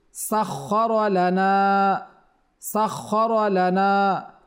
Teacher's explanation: এখানে খাটা মোটা হবে খ এবং রর উপরে জবর, এজন্য রটাও মোটা হবে।